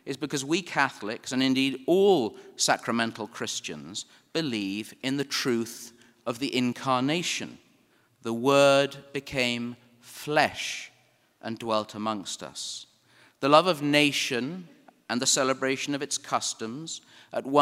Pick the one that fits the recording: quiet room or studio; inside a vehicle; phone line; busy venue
busy venue